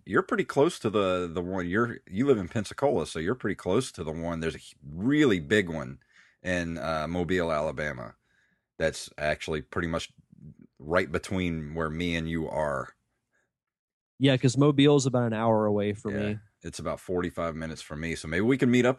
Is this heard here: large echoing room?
no